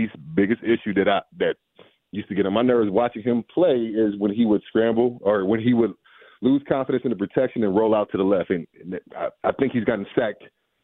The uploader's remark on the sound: He called